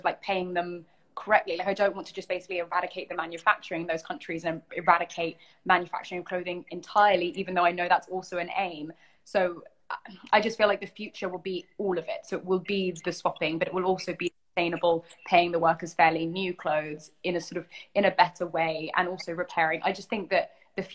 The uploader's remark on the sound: This Talk is part of an Instagram Live Series